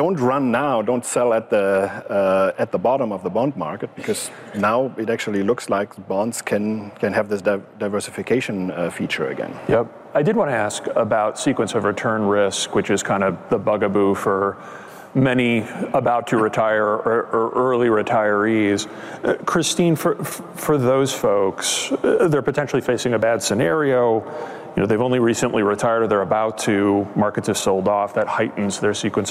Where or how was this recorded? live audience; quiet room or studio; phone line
live audience